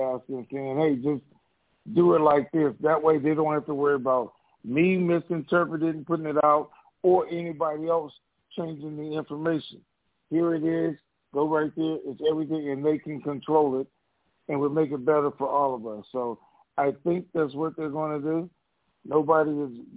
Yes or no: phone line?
yes